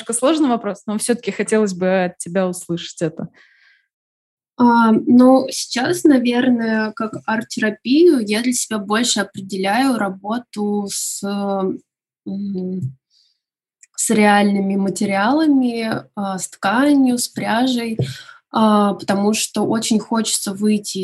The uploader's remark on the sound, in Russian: Мы записывали этот выпуск удаленно, по zoom, поэтому, качество звука может отличаться от обычных выпусков.